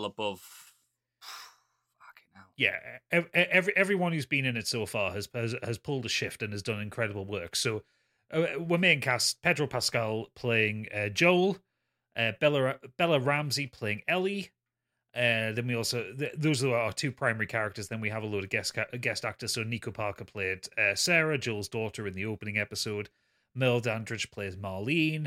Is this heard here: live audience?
no